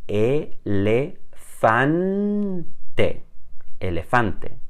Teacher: Também reparem que não há nasalização.